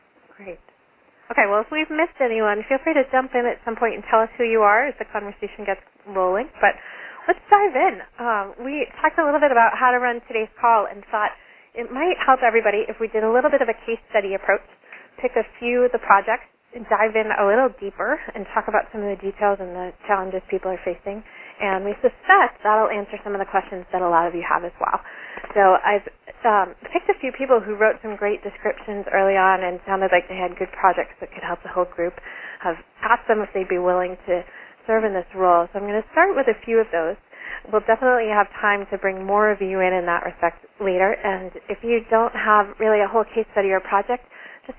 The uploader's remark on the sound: Call recorded on February 16, 2012.